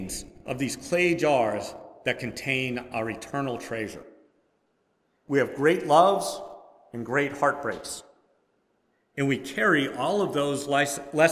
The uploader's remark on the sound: Preached at First Presbyterian Church of Rolla on All Saints’ Sunday.